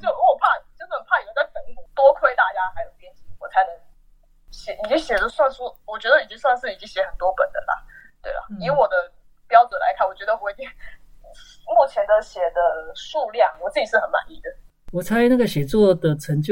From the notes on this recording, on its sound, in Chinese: 因為年初突發的疫情改為遠端錄音，品質不佳之處，請大家多多見諒